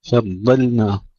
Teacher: إذن هنا في هذا الوجه أيها الإخوة ننتبه إلى كلمة فضلنا، الضاد مفخمة قبلها الفاء مرققة وبعدها اللام مرققة